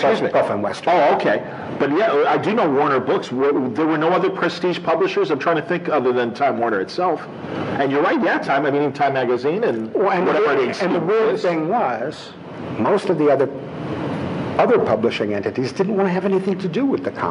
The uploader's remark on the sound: Live From Cincy Comic-Con